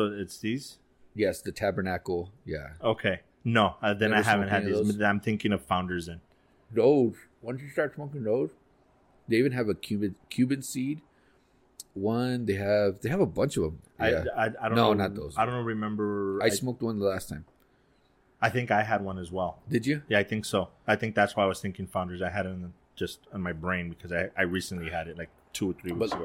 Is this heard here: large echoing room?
no